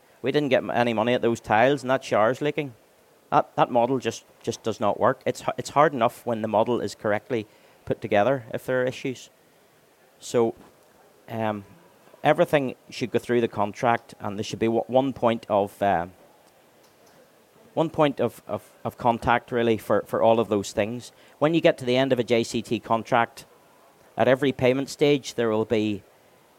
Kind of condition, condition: setting, busy venue